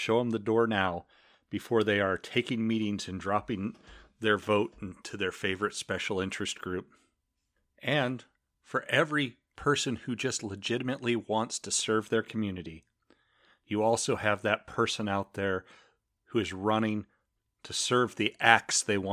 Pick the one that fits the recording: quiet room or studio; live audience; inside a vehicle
quiet room or studio